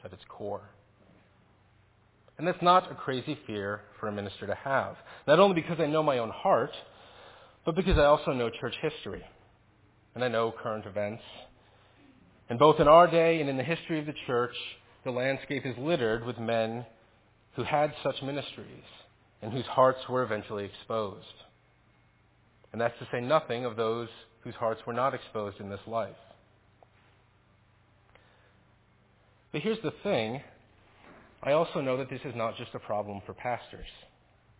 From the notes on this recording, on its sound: Faith Presbyterian Church – Evening Service